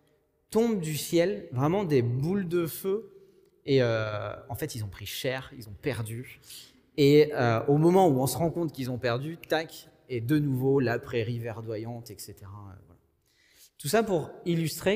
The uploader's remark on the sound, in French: Enregistré à l'église CVV, le 06/06/2021